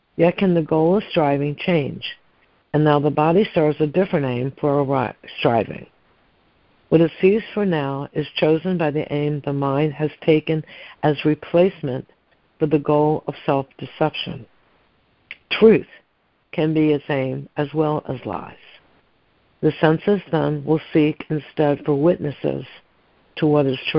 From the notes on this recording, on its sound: ACIM Daily Conference Call.